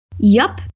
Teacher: os nativos dão bastante ênfase no P final, porque produz um som mais leve e divertido